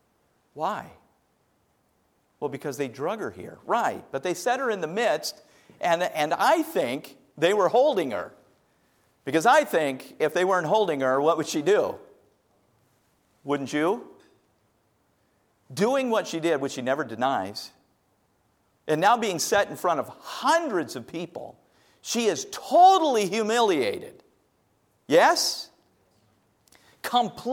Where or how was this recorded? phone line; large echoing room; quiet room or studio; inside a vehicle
large echoing room